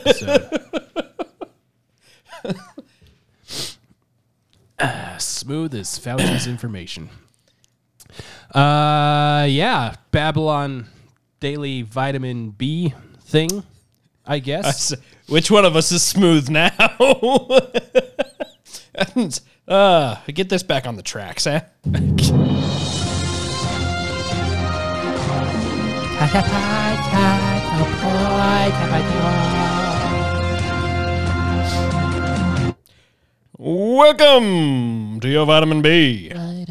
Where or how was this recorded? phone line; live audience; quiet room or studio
quiet room or studio